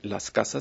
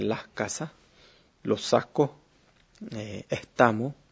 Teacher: en las zonas bajas cae la S, se sustituye por una aspiración, mientras que las vocales se mantienen muy fuertemente · Shown in: second take · En cuanto a la aspiración de S, que es este fenómeno que se da en las tierras bajas, entonces no se dice las casas, sino que se dice las casas, los sacos, estamos, etc.